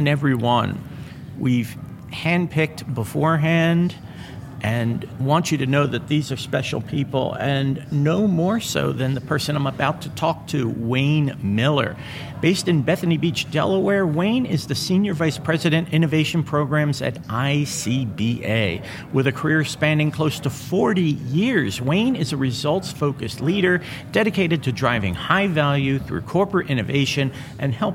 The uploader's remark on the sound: LIVE FROM MONEY 20/20